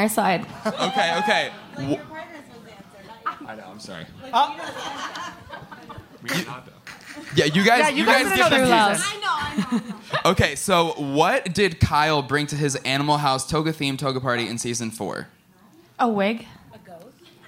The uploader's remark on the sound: took the stage in NYC at City Winery for our second live "Virtual Reali-tea" event presented by Tri-State Cadillac.